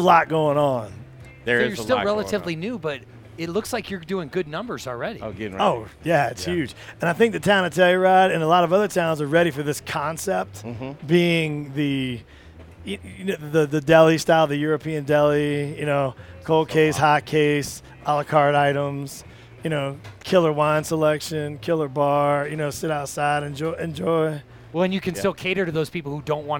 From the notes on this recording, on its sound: Live in Telluride at the LittleHouse.